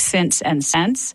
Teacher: the same vowel needs to merge in words like since and sense